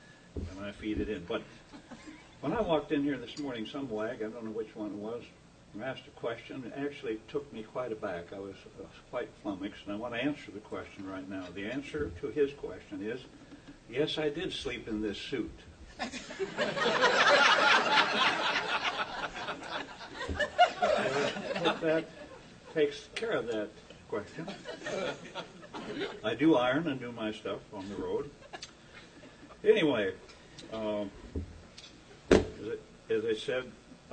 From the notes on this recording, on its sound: WASHINGTON, DC. Addressed a breakfast meeting of The Ripon Society.